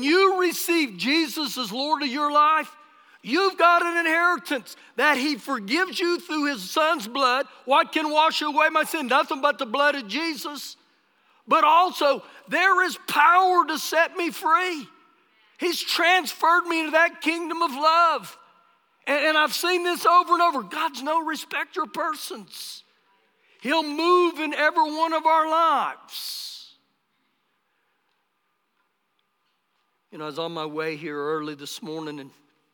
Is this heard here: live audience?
yes